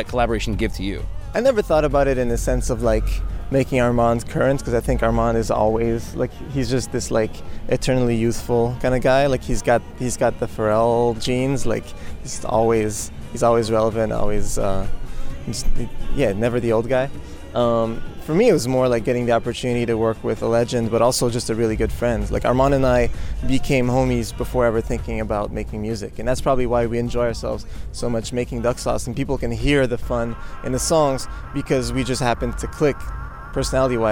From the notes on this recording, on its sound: This interview was conducted in the alley behind the 930 Club, located in Washington, D.C.